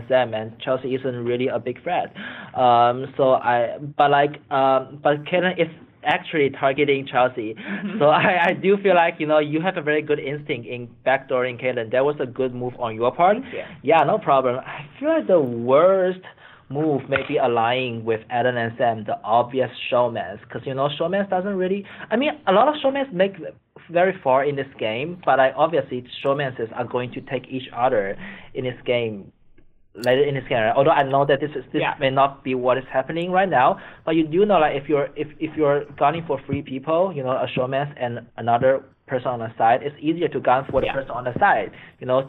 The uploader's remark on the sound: Phone Interview.